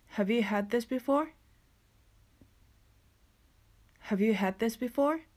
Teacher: D が聞こえなくなって this の th の音にそのまま移行するので had this となることです